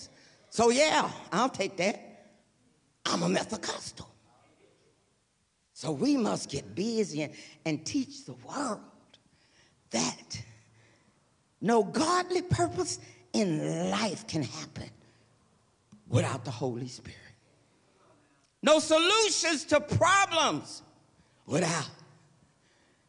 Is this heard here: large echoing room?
yes